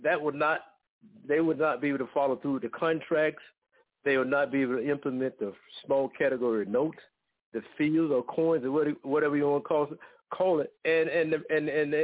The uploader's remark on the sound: TNTSuperfantastic Conference Call